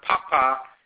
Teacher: Papa, high, low, means good.